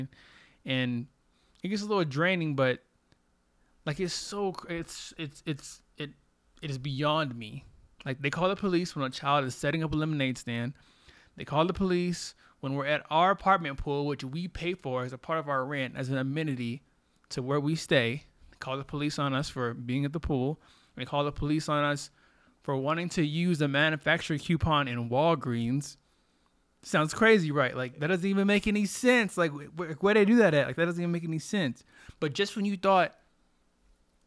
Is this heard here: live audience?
no